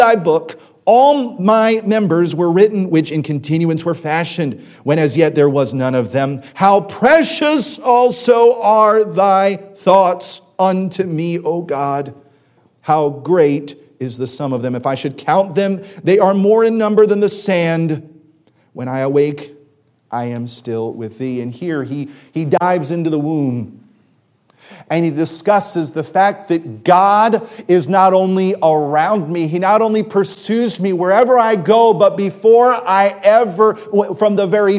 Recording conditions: large echoing room